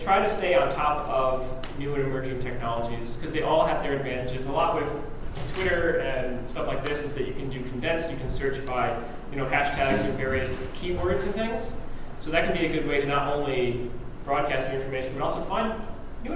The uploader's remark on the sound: Where we performed, judged competitions, and gave a lecture at the Mid-South Horn Workshop. We recorded the lecture and have made it available here to listen.